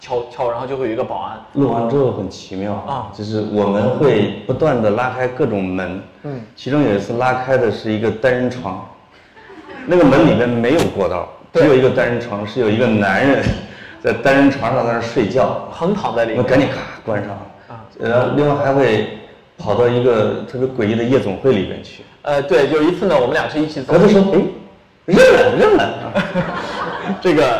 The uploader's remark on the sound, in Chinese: 线下活动录音